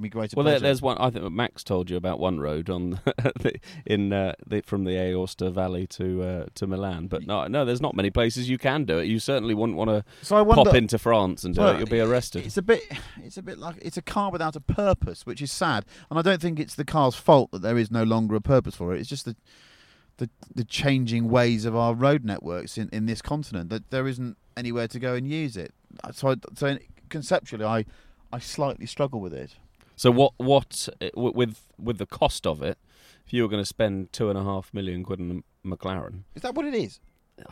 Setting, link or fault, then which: setting, outdoors